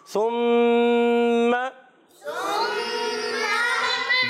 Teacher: جی ہاں پیارے بچوں سا کی ادائیگی کلیئر رکھنی ہے، یہ سین سے نہیں بدلنا چاہیے، سی ٹی والا حرف نہیں ہے. اس کو سا کلیئر کریں گے زبان کو اٹھا کر، اور سامنے والے دانتوں کے کناروں سے جب لگائیں گے تو سا ادا ہوتا ہے. اور میم مشدد ہے، جب کبھی میم مشدد آتا ہے یاد رکھیے نون مشدد اور میم مشدد ان میں ایک الف کا غنہ ہوتا ہے.